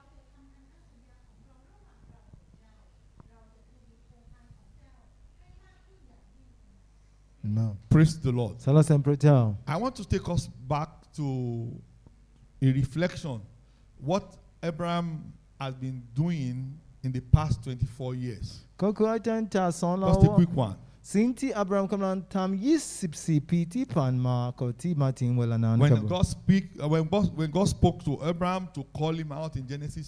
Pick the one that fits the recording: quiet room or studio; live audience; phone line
live audience